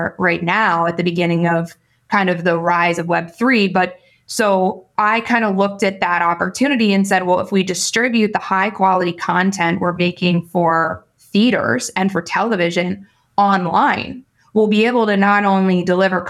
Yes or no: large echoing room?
no